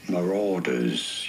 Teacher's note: In British English, this is normally pronounced as marauders. You do want to stress on the second syllable.